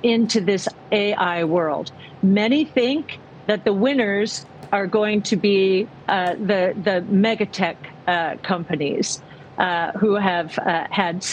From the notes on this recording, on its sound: live at the CAIS alternative investment summit in Beverly Hills, CA.